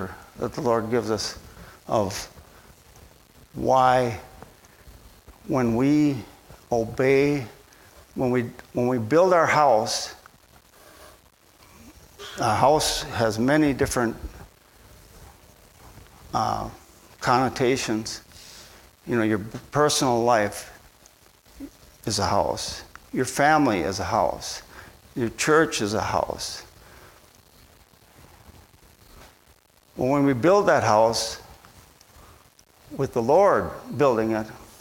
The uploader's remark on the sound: At Bible Center Church in Maiden Rock, Wisconsin.